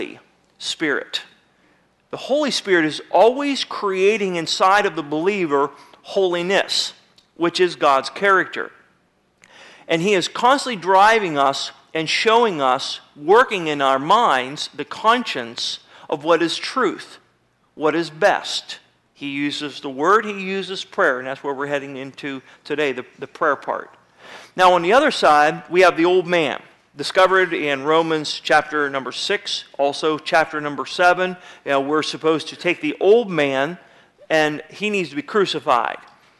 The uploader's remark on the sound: Sermon was recorded February 22, 2009 at Northside Baptist Church of Elkhart, Indiana